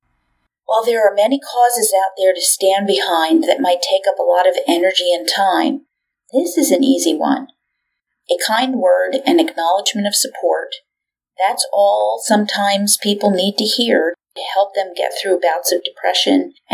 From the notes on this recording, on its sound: the sound is bumpy!